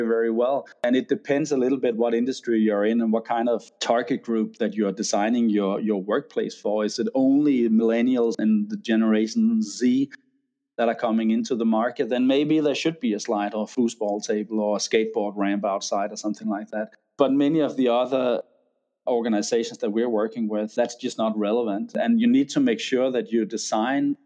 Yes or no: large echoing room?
no